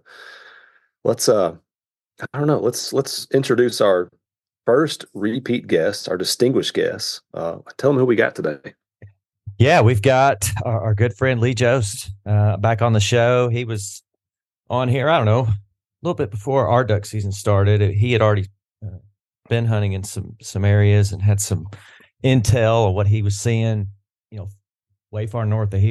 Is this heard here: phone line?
no